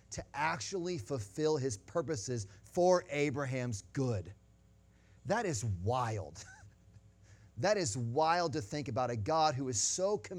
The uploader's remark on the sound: Sunday Morning Sermon Audio